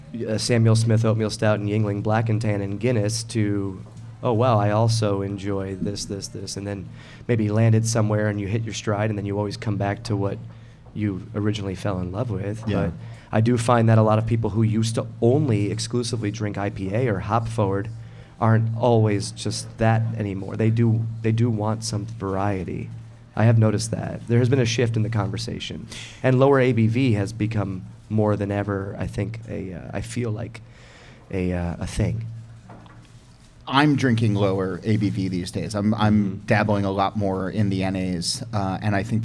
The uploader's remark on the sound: Bonn Place Brewing in Pennsylvania. It’s a special episode, recorded at the brewery in front of an enthusiastic crowd.